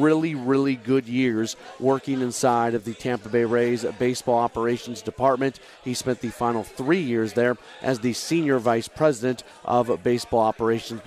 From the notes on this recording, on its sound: Live from Humphrey’s in Midtown following the Billikens Basketball Coaches Show.